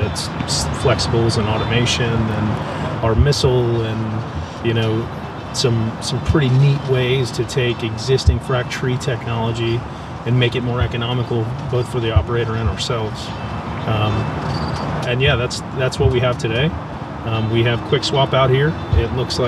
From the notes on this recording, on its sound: from the TechnipFMC booth set up at the 2023 SPE Hydraulic Fracturing Conference